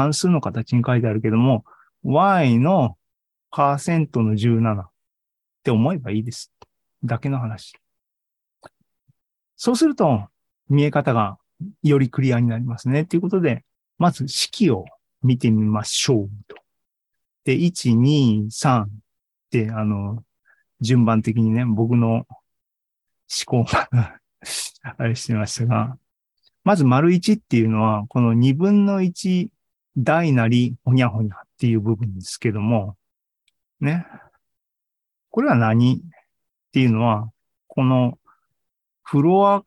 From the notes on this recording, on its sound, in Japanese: ２０２２年１２月２１日に開催した ZOOMライブの模様です